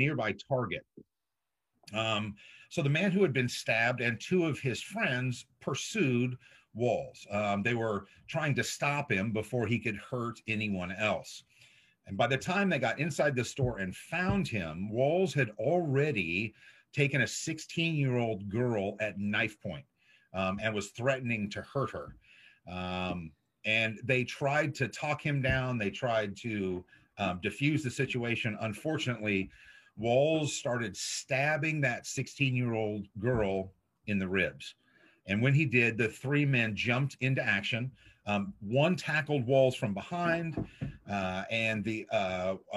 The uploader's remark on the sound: This was originally streamed on zoom.